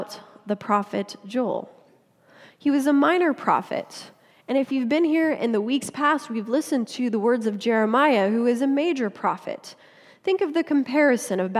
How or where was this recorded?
large echoing room